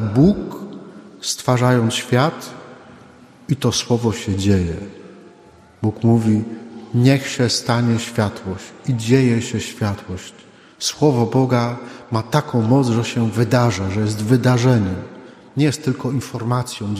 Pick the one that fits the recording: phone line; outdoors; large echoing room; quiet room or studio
large echoing room